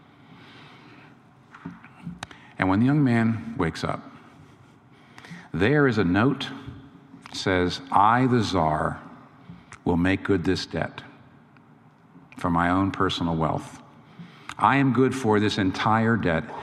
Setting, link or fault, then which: setting, live audience